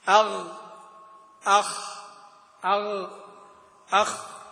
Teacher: أدنى الحلق هو الغين والخاء